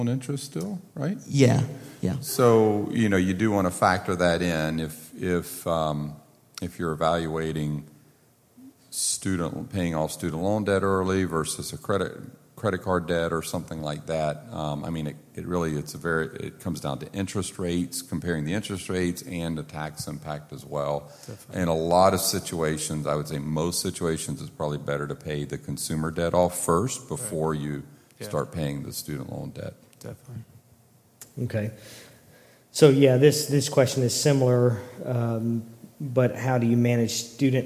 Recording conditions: large echoing room